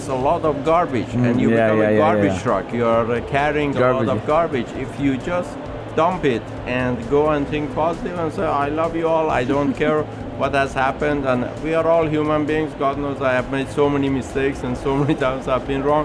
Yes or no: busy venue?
yes